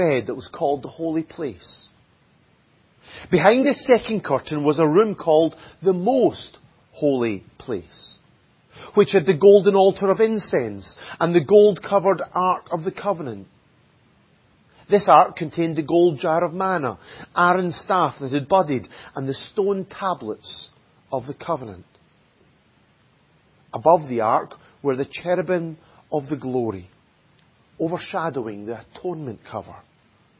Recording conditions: large echoing room